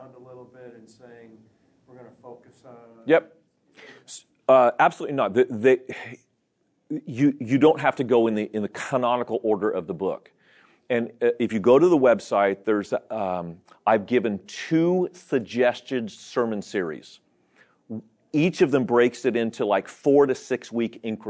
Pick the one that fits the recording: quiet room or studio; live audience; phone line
live audience